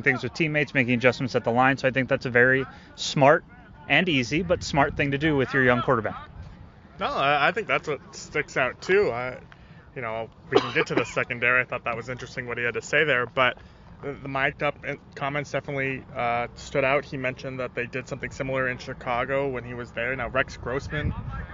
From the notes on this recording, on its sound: Is talking about OTAs live during practice. From the sideline as practice happens steps in front of them.